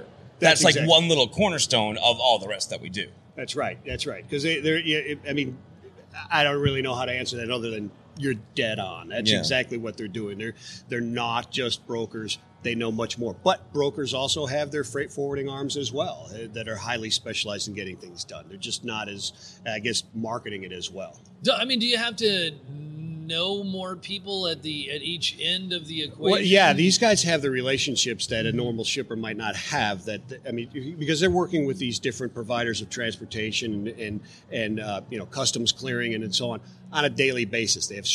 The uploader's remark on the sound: We're coming to you live from Air Cargo 2020 in Nashville with our first session!